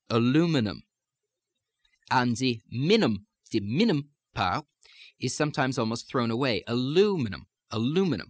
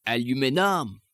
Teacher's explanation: Now, with the French accent, you might say aluminum, in which you really have no such thing as an unstressed syllable. You may best think of it as the primary stress being on the last syllable and the secondary stress being on the remaining syllables of the word · Shown in: second take